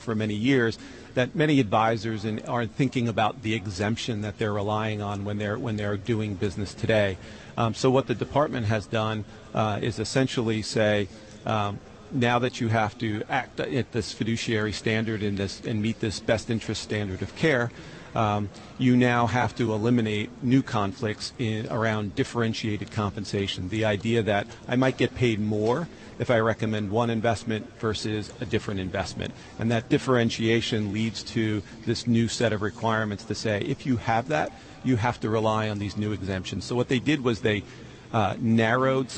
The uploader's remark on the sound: Broadcasting LIVE at Pershing's INSITE 2016 conference in Orlando.